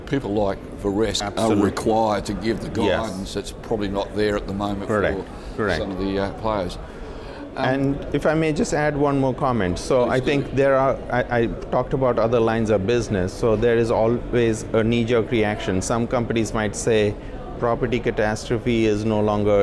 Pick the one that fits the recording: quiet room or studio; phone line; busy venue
busy venue